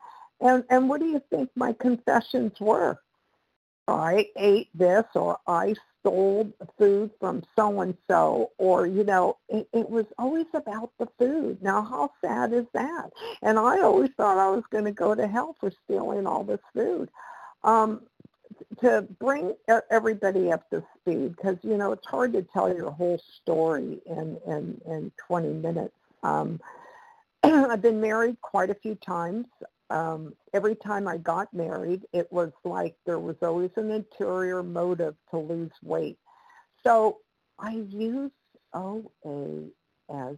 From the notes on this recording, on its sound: the 100 Pounders Phone Meeting, 1/10/23